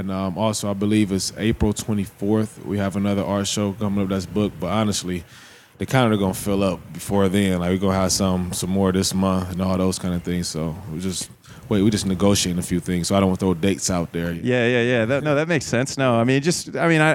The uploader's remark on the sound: This episode was live from The Creative Plug. This episode was live from The Creative Plug.